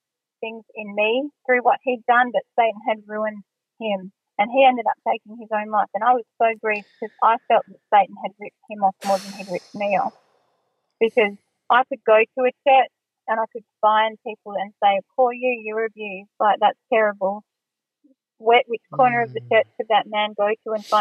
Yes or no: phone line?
yes